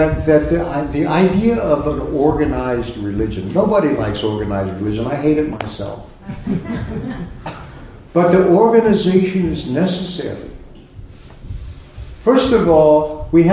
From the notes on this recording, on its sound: A Sunday Feast lecture at ISKCON of Philadelphia